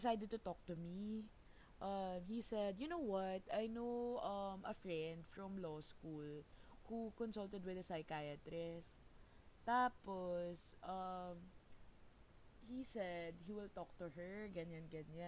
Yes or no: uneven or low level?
yes